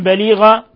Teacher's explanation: تنوين فتح جاء بعدها الباء إقلاب